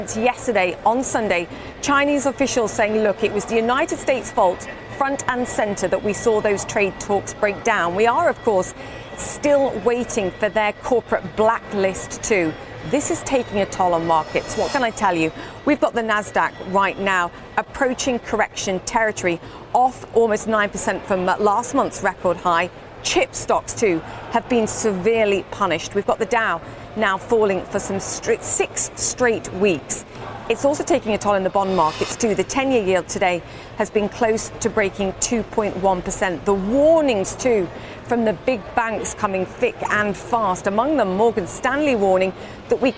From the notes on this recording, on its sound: live from the New York Stock Exchange